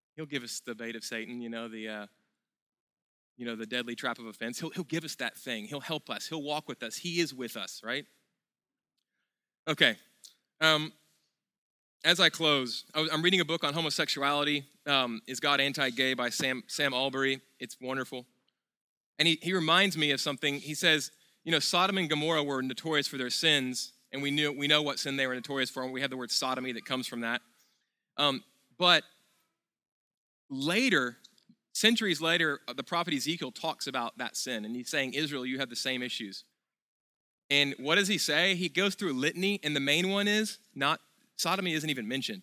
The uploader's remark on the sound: at Sojourn Galleria Church